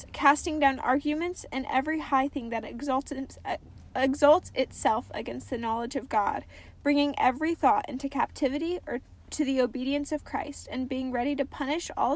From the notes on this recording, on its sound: Welcome to Cozy Convos in the Car!